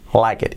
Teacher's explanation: Y fijaos la última T que la pronunciamos muy, muy poco. Está it, eh, pero muy poco, no es like it.